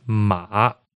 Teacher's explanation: you'll notice that the third tone dips down slightly in the middle.